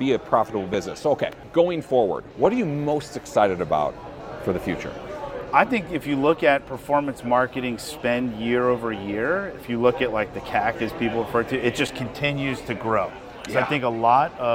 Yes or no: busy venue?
yes